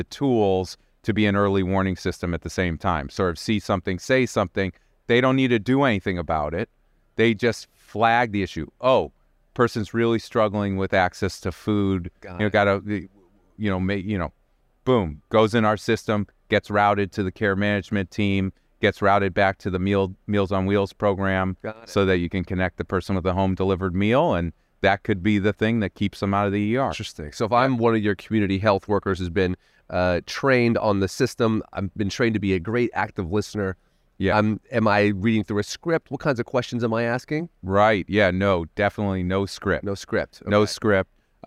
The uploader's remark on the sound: recorded at the ViVE 2023 conference in Nashville